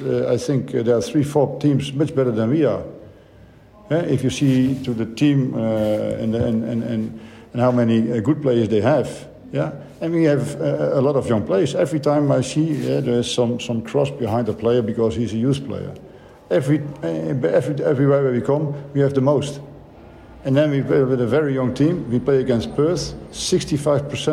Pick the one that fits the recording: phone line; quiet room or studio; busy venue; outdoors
busy venue